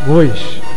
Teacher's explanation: O primeiro deles, gois, G-O-I-S, com a pronúncia do O fechado, como o da palavra bois